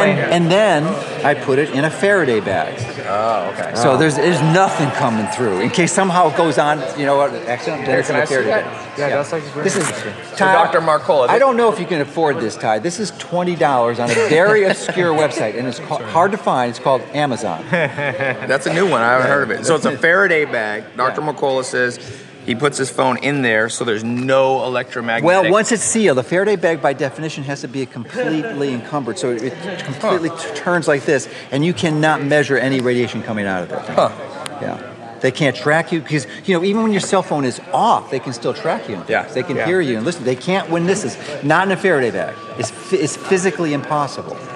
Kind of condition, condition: setting, busy venue